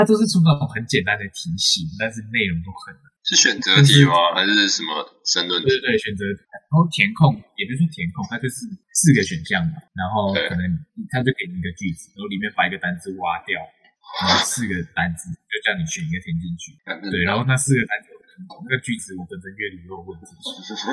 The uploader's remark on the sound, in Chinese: 請原諒音質…設備有點問題